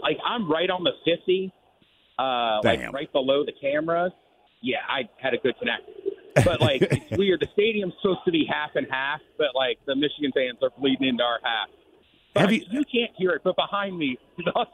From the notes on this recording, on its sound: Calls from Houston Texas to give us an on-scene report of the environment of the National Championship game!